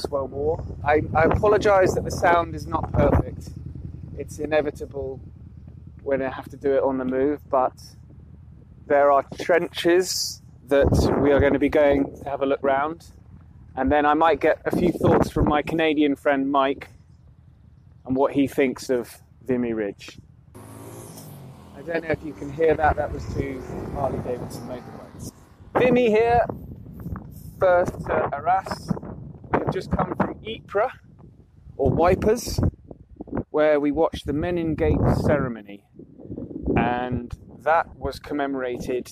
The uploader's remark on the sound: Aspects of History goes out into the field, and we are recording from Vimy Ridge, the site of the Canadian memorial to those killed many of whom no known grave was found. The sound on this recording is not perfect, - we were recording from out in the open.